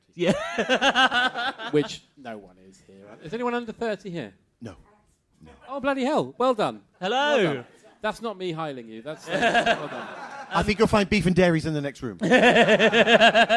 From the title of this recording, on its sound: Live at the London Podcast Festival 2022